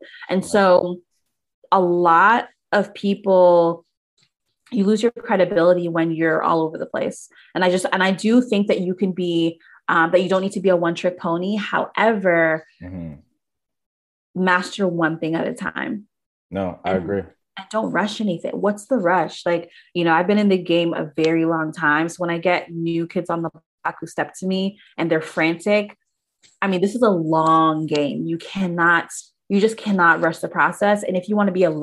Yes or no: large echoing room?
no